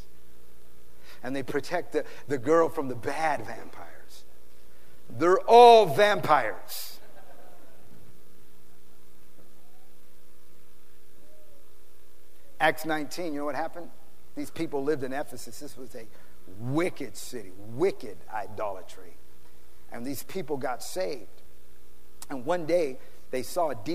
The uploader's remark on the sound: PREACHED IN SAN ANTONIO TX 3-21-2010